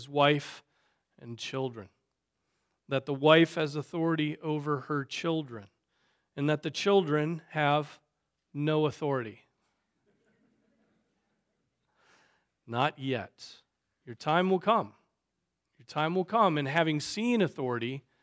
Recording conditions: large echoing room